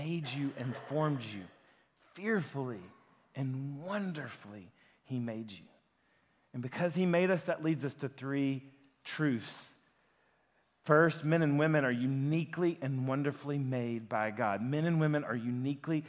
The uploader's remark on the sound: a sermon that he preached at Lifepoint Church